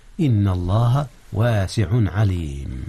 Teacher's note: أظهر التنوين قبل العين، إذ العين من أحرف الحلق · Term: إظهار